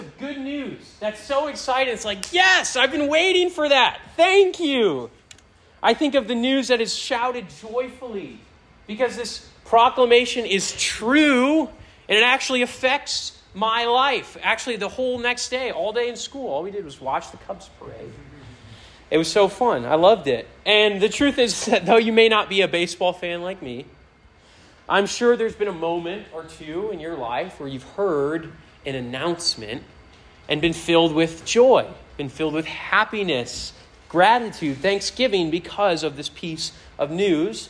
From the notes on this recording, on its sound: This sermon was preached to a Senior High audience